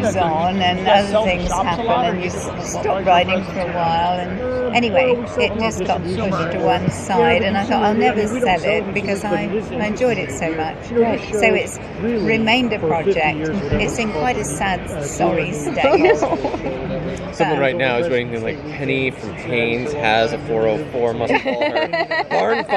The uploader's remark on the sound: Another followup from AIM, this show covers the longer interviews we did on the show floor while there!